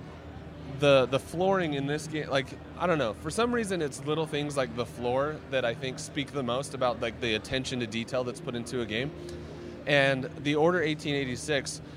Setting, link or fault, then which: setting, busy venue